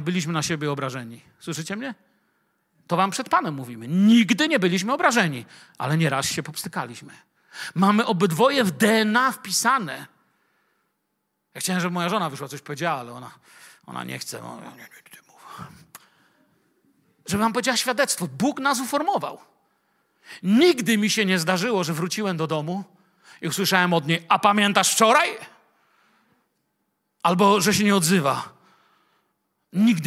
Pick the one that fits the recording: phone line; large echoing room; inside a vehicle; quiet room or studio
large echoing room